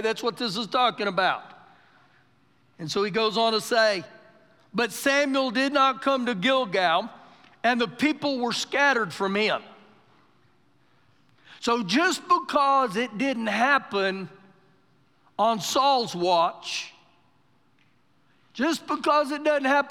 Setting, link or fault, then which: setting, large echoing room